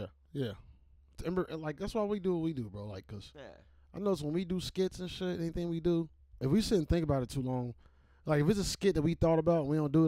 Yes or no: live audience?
no